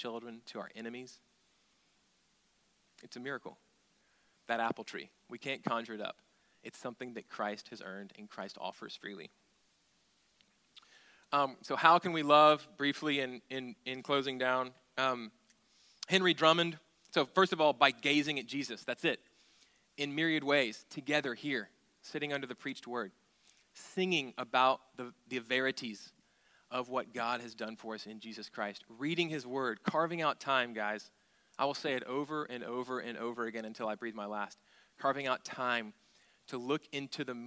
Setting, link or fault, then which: setting, large echoing room